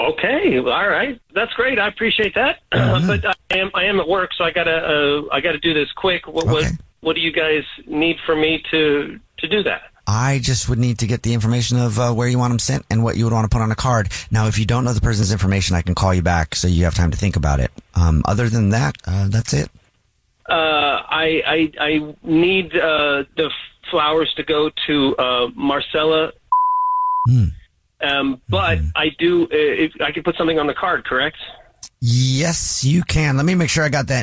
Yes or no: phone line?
yes